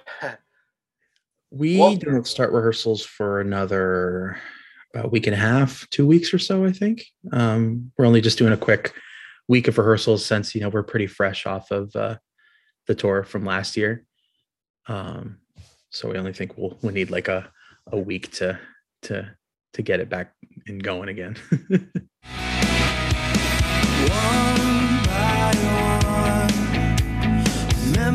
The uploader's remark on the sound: the "Zoom Room"